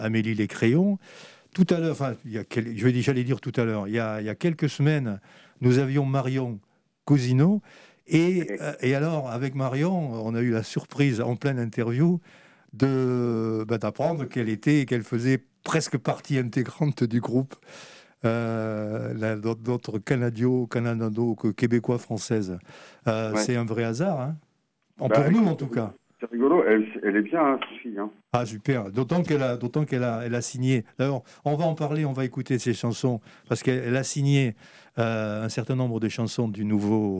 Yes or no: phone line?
yes